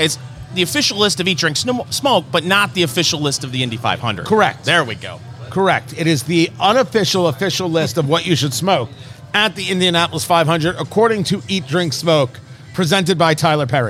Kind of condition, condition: setting, busy venue